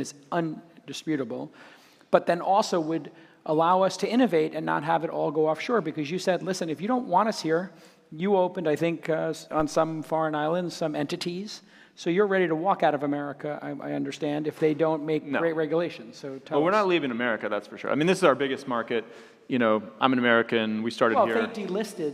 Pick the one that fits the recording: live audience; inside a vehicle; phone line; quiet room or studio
live audience